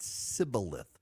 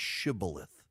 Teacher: the people pursuing the Israelites couldn't make the sh sound. They said sibboleth, not shibboleth. · Shown in: second take